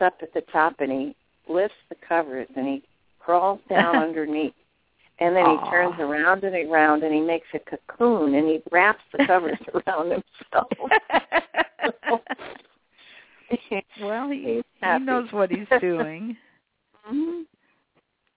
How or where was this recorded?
phone line